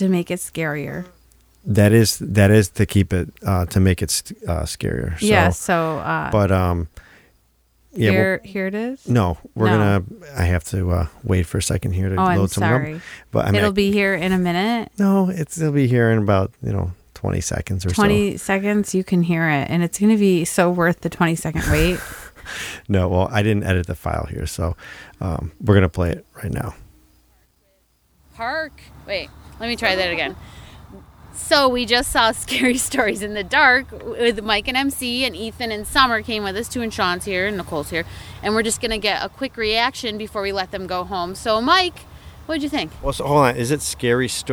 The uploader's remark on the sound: This episode was a big family outing. We get some initial thoughts outside the theater.